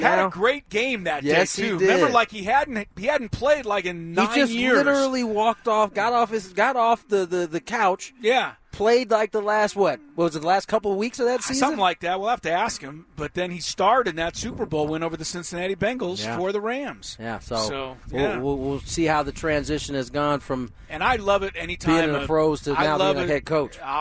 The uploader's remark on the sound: The guys were LIVE at Rancho Bernardo High School for the game between RB and Fallbrook.